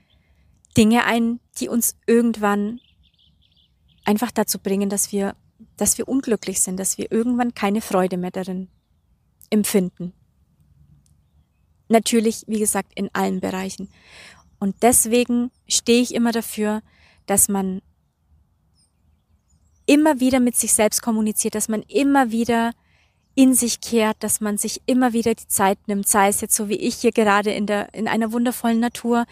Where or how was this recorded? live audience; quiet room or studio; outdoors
outdoors